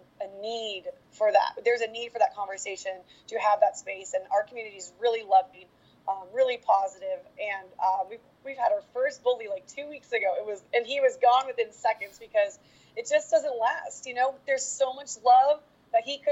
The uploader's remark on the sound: did not notice how low the volume was until I edited, my apologies for the sound!